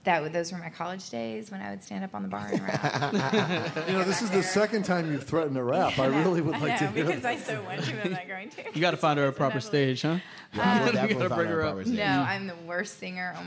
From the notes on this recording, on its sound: The most applause-laden interview in the show’s history on location. This live audience episode is powered by Peerspace.